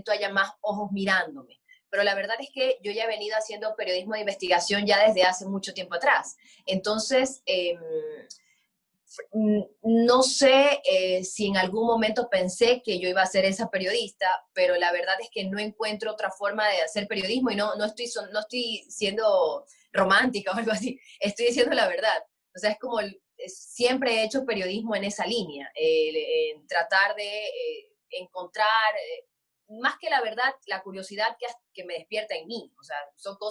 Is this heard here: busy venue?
no